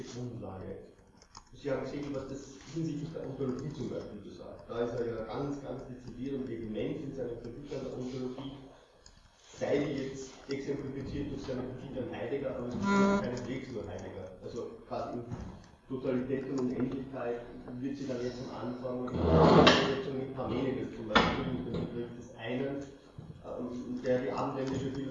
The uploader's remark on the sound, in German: Es gab bei dieser Aufnahme leider Tonprobleme, die ich nur seh mühsam beheben konnte.